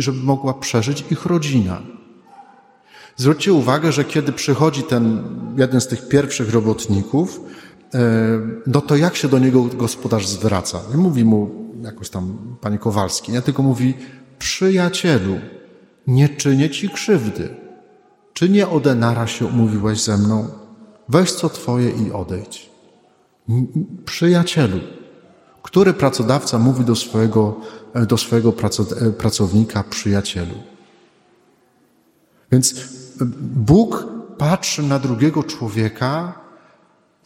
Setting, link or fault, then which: setting, large echoing room